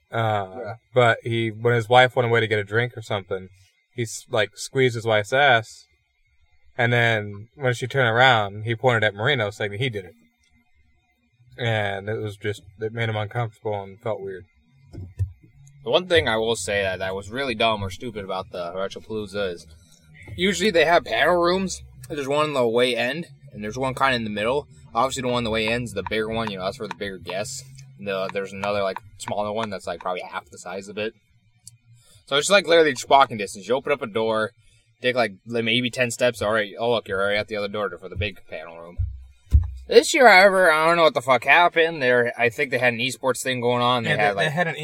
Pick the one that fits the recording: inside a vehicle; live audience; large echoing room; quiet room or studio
inside a vehicle